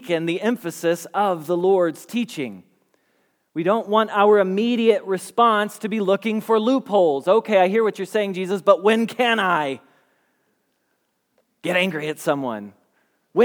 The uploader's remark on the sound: Message Preached at Valley Creek Church